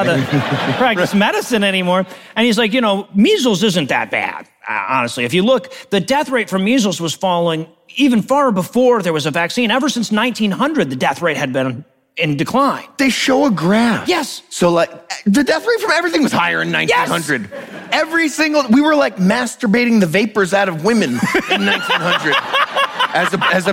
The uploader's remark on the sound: Live from QED 2022 in Manchester, England.